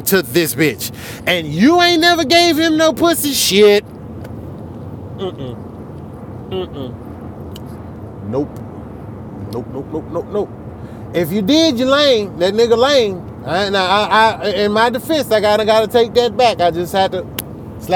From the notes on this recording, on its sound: I'm coming to you live on the road to OKC.